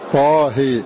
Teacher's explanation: ورش لا يميل إمالة كبرى إلا الألف التي بعدها الهاء في طاء في طاه، فهنا له إمالة كبرى طاه، وما عدا ذلك بالتقليل لورش